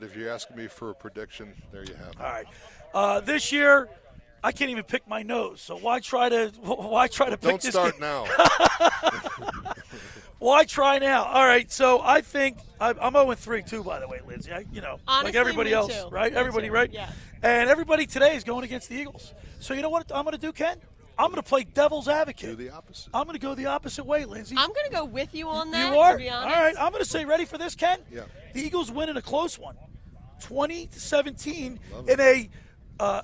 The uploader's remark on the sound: Live on the Boardwalk in Ocean City, NJ at All Campus. Every Sunday we broadcast Live on the Boardwalk in OCNJ at All Campus.